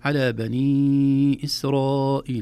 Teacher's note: على بني إسرائيل، هنا مدان حقيقة. الأول مد جائز منفصل نمده في حفص 4 حركات، إسرائيل مد واجب متصل نمده 4 حركات